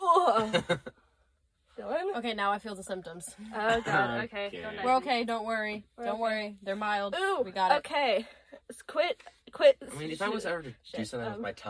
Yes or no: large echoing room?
no